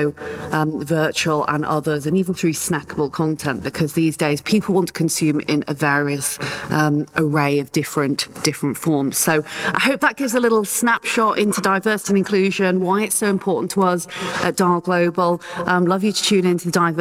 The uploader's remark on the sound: recorded live) at the Podcast Futures event in Westminster, London in February 2022